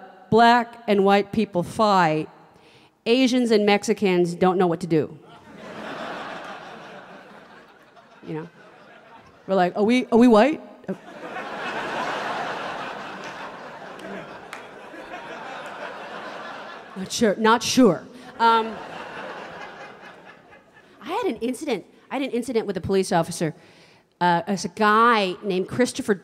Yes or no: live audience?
yes